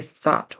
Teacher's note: It needs to be thought with a unvoiced TH.